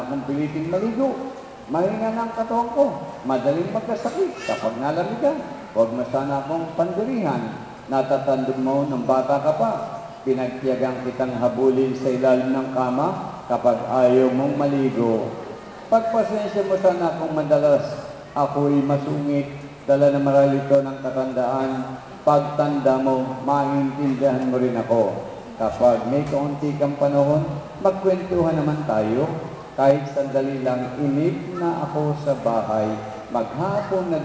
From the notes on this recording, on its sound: Recorded at Our Lady Queen of Peace Parish, Bacoor, Cavite, Philippines October 10, 2010 during the 9:00 am Holy Mass.